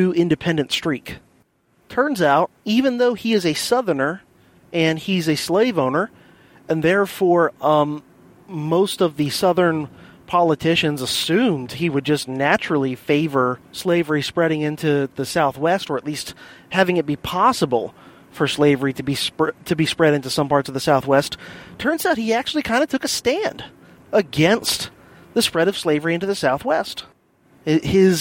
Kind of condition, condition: setting, inside a vehicle